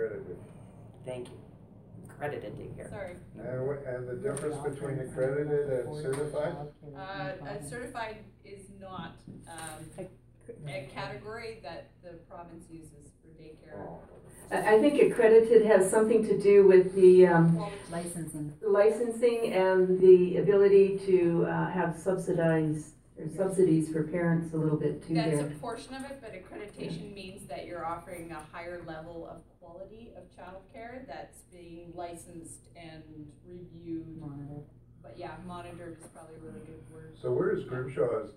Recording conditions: large echoing room